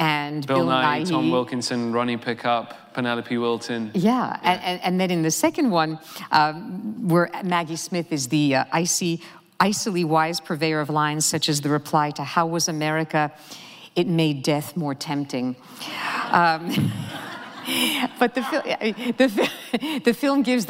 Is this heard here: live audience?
yes